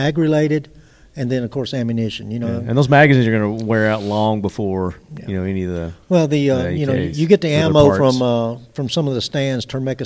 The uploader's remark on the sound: On location at Royal Range USA. On location at Royal Range USA.